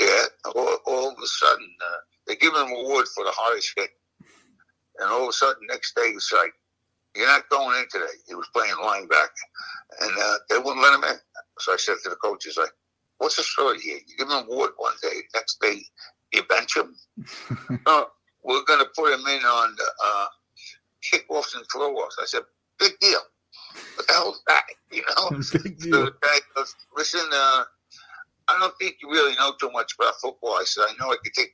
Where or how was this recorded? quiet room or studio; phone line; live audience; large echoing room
phone line